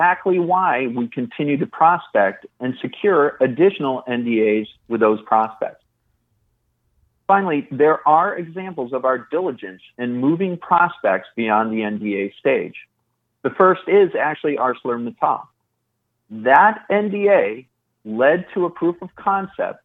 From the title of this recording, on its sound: IIOT Oxys August 2022 Conference Call